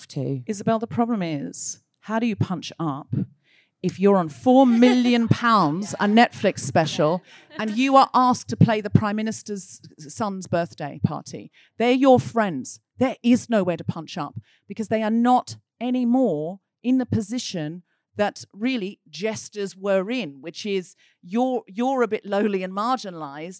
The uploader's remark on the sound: Coming to you from the London Podcast Festival: The Guilty Feminist presents Media Storm’s debut show, live from King’s Place!